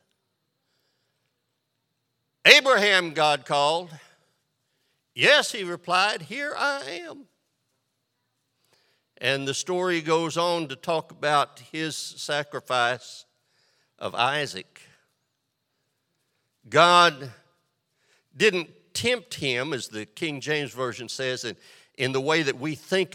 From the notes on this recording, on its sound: This sermon was recorded live on July 24th, 2022 at Newark United Pentecostal Church.